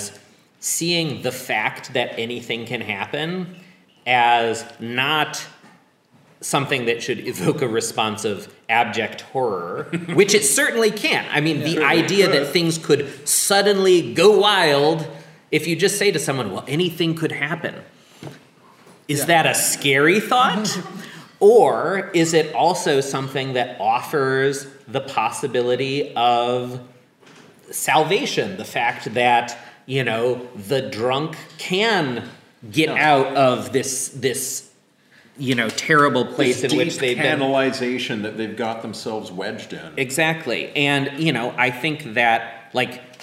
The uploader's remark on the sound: Live at the Diverse Intelligences Summer Institute